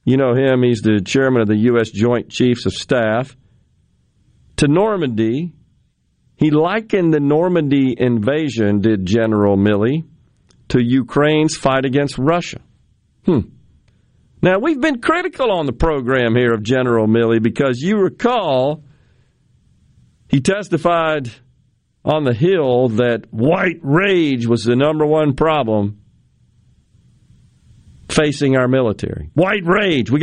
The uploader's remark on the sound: Joins the conversation by phone from the road as he is out and about on Primary Day.